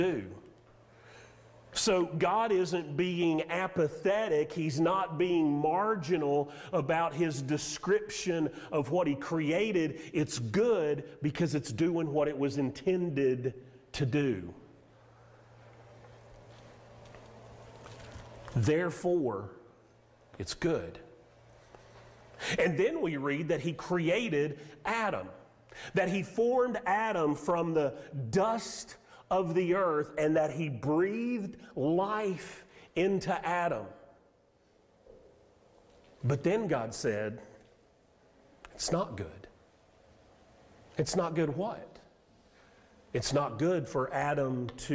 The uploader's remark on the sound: Sermon audio from Mission Church in Locust, NC.